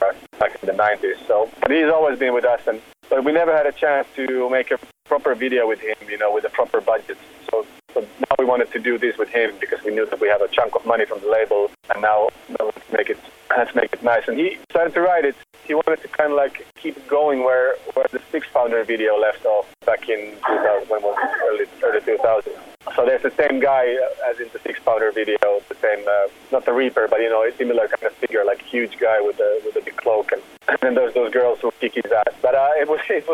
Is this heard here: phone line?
yes